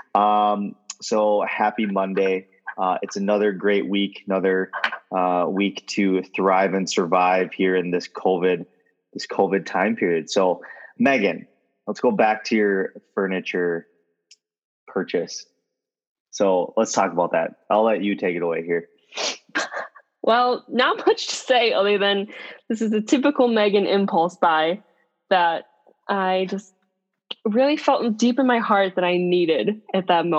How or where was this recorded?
video call